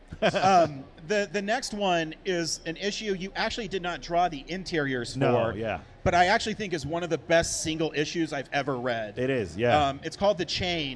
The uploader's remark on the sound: live from the creator stage at Denver FanExpo 2022